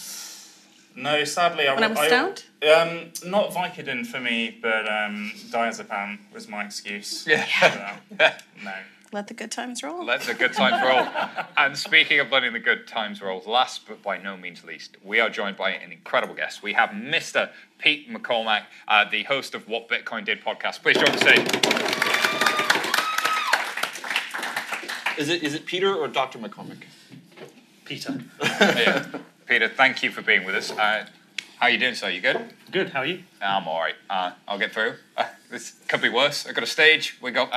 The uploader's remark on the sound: In this live episode. This live panel discussion.